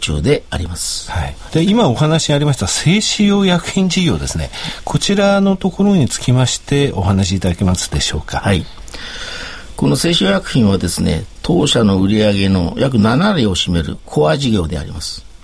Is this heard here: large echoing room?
no